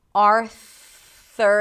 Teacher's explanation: stick the tongue out for the TH, it's a soft TH, just air, Arthur, and then pull it back to the R.